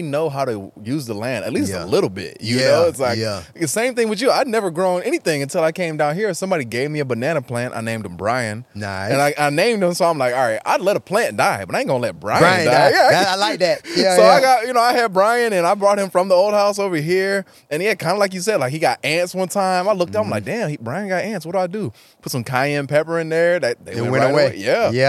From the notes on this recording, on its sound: Our conversation took place in the great outdoors, surrounded by the tranquility of nature, right next to the newly planted mamey tree.